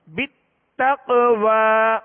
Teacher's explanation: حروف قلقلہ میں سے، لہذا کیا کریں گے؟ قلقلہ کریں گے، آواز میں جنبش ہوگی، آواز لوٹتی ہوئی آئے گی